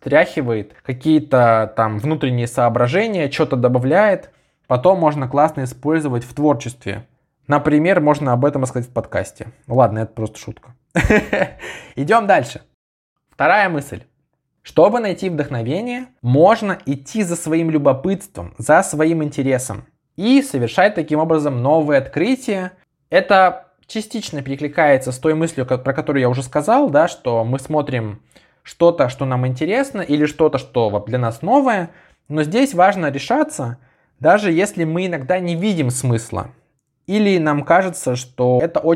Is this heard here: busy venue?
no